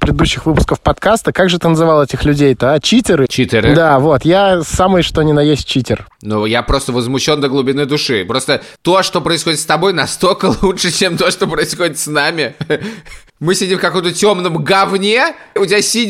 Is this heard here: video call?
no